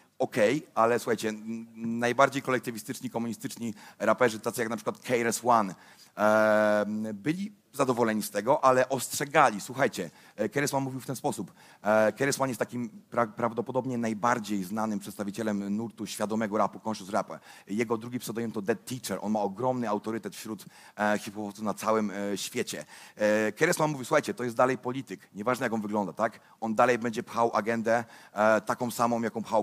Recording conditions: live audience